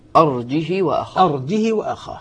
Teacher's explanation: كسر الهاء قصر يعني لم يمدها مد الصلة